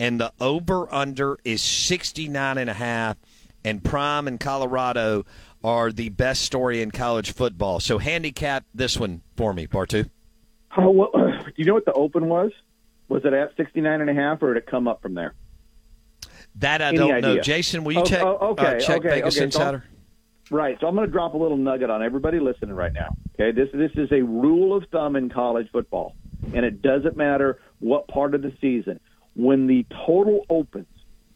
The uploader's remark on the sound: Joins the show on the Farm Bureau guest line talking about the biggest storylines in week 4 of college football live in the BankPlus Studio.